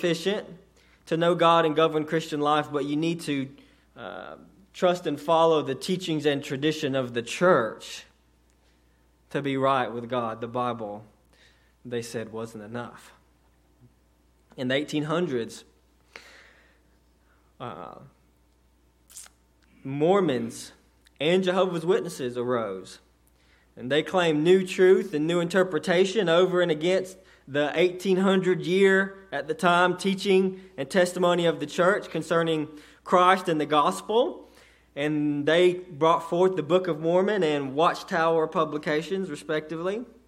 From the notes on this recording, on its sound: a sermon delivered to Cottondale Baptist Church in Eastman, GA on 2/11/18 during the 6:00pm service